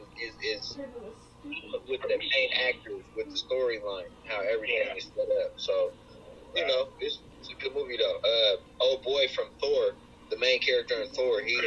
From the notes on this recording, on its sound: Live Zoom!